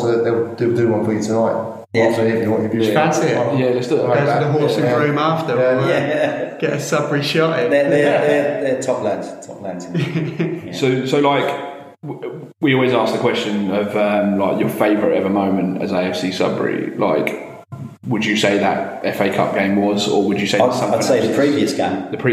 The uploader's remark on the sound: We also had sound issues for the first episode which have since been resolved in other recordings.